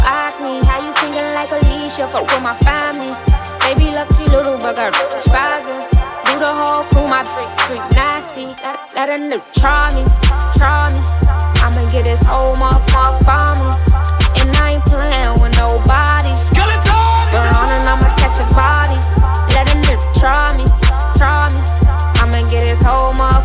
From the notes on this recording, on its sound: LIVE AUDIO. Live set from Baddie Szn July edition.